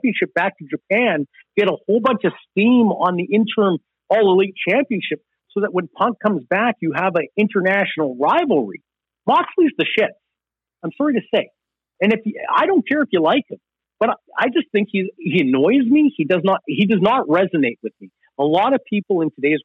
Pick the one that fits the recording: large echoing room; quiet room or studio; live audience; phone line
phone line